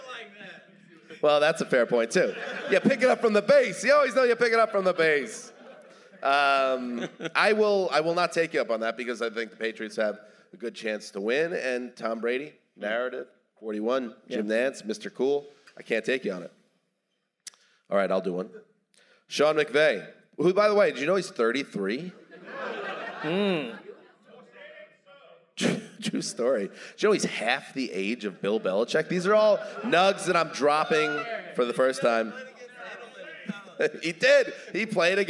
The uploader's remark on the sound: Live from City Winery Atlanta!